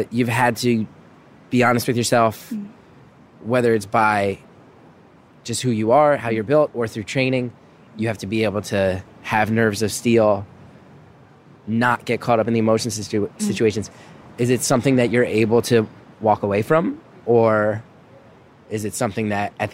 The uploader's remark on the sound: Recorded this just outside of an acoustically perfect concert hall in a noisy Toronto park.